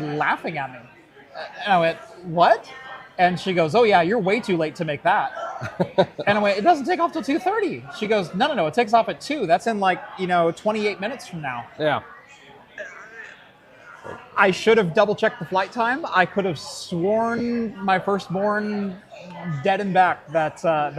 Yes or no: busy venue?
yes